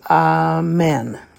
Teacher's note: the accent in Hebrew falls on the last syllable